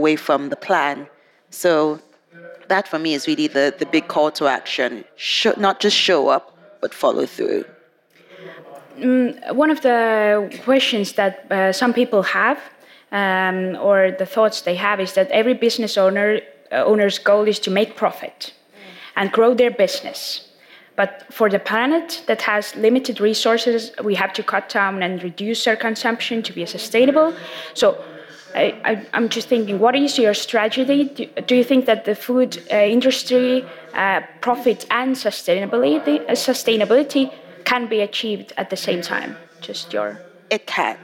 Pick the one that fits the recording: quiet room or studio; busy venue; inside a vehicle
busy venue